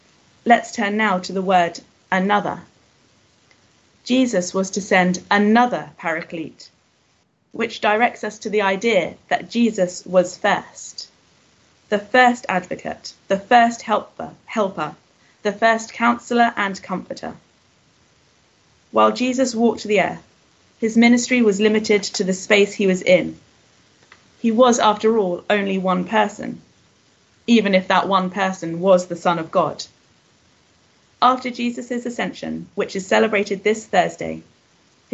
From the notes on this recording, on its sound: Christ Church, Bayston Hill (UK)